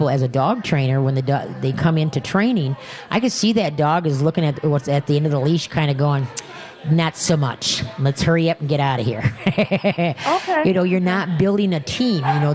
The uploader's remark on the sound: We are LIVE from the New Chuck and Don's